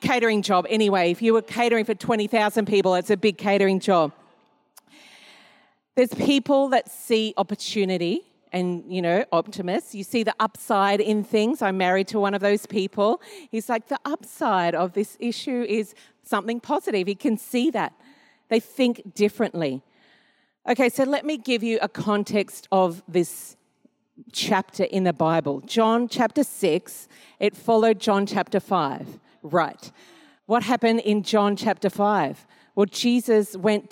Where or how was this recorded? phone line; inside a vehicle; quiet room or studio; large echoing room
large echoing room